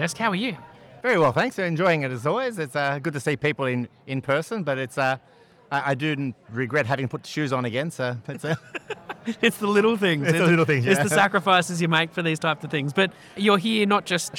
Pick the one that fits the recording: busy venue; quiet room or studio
busy venue